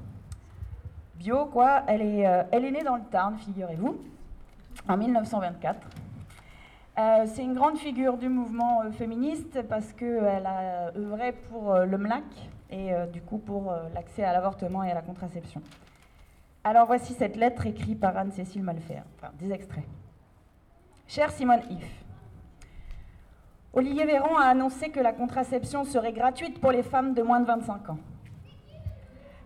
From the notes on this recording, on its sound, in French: Captation audio de la déambulation de Rabastens (Tarn, 81) dans le cadre des Journées du Matrimoine. Enregistré avec un Zoom H2N, audio limité et normalisé.